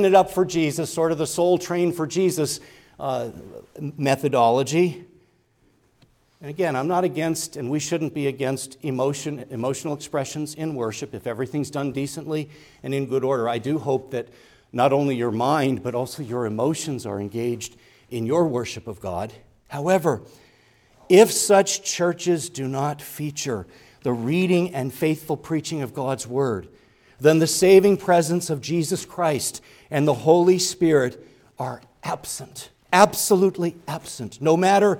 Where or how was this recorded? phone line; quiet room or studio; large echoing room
large echoing room